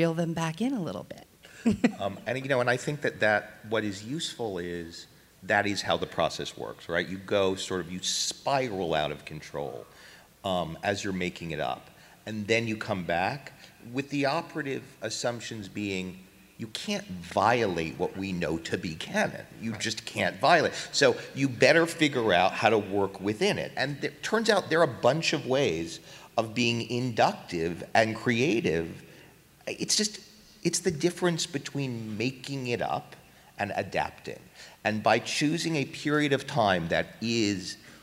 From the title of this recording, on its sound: Star Trek Las Vegas Inside The Discovery Writer's Room Panel